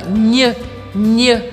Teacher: O nhe em português é aqui na garganta e em francês ele é com a língua. Nhe, nhe. Eu também uso a ponta da minha língua, bate no céu da boca e volta.